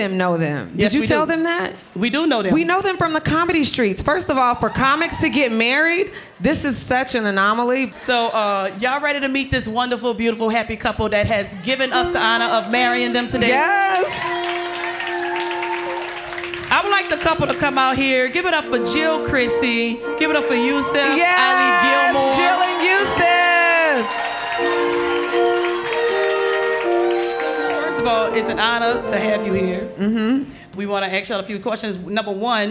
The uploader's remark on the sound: We're live from Hartbeat Weekend at Resorts World in Vegas